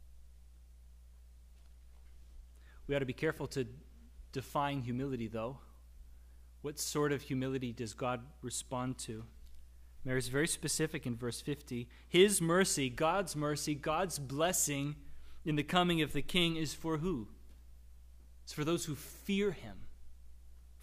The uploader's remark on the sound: Service Audio from the Third Sunday in Advent